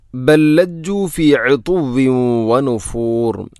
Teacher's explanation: ഒന്നാമത്തെ ലാമിനെ രണ്ടാമത്തെ ലാമിലേക്ക് ഇദ്ഗാം ചെയ്യുന്നു, കൂട്ടി ലയിപ്പിച്ച് ഒതുന്നു.